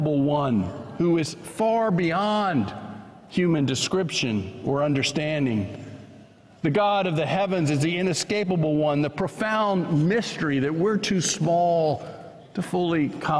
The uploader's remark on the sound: was preached at First Presbyterian Church of Allentown on July 9, 2023.